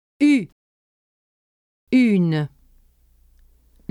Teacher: Let the air go through your mouth only when pronouncing the vowel sound u in une, and do pronounce the n.